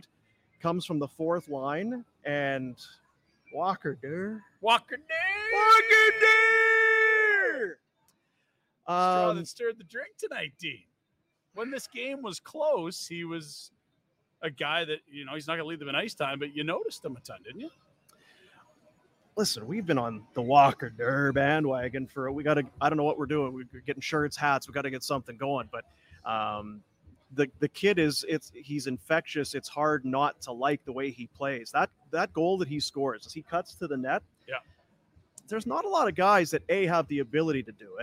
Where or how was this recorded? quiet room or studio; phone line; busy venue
busy venue